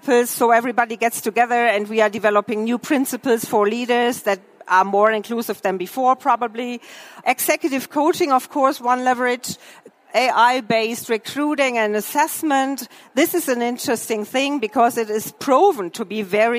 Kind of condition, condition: setting, busy venue